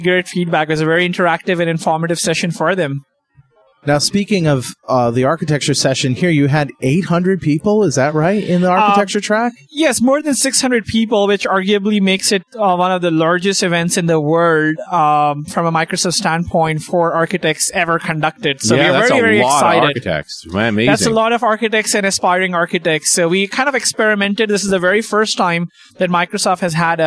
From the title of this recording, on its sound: Live from the Canadian Vista Launch Events!